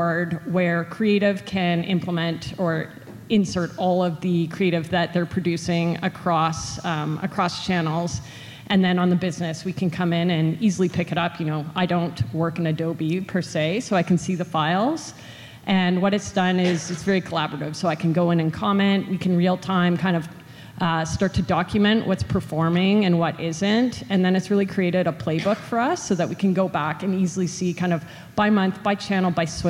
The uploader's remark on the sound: At the Retail Innovation Conference & Expo (RICE). We go back to a panel of marketing leaders.